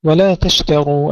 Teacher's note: نرقق التاء ونفخم الراء